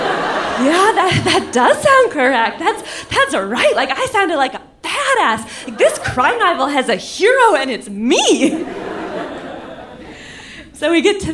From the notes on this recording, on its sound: Live From Seattle 3!